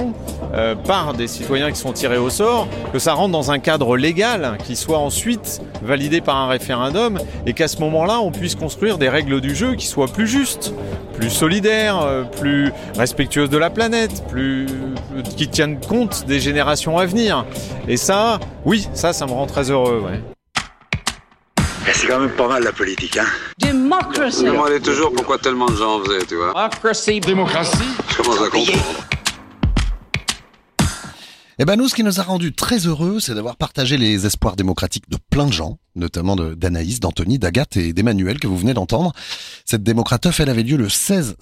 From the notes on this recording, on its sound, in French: Un numéro spécial en partie enregistré lors de la #DémocraTeuf du 16 septembre 2023 sur la place de la République.